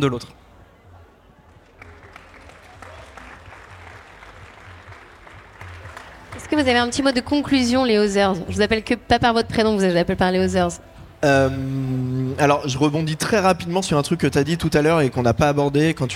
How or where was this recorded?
busy venue